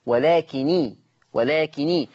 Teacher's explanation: ان ورش عن نافع حفص كان مشدد النون خلاص ومفتوحة، خلاص ورش خفف النون ما بقتش مشددة فبقت مكسورة لالتقاء الساكنين · Term: النون مخففة